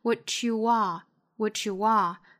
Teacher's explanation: 最后的这个 are 我们不做弱读，也不做缩约